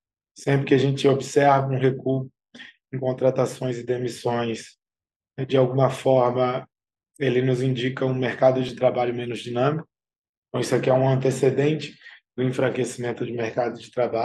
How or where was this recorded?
video call